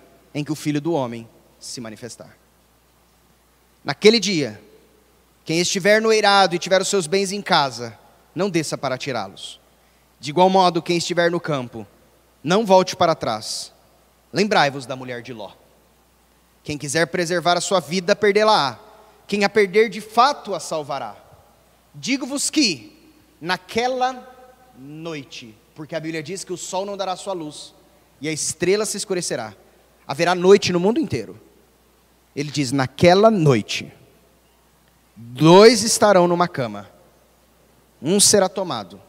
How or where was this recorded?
large echoing room